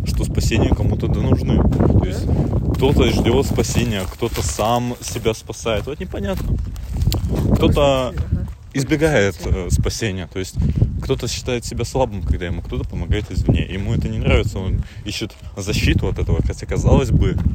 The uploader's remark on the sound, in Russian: Искренняя прогулка со всем шумом окружающих явлений и наших мыслей.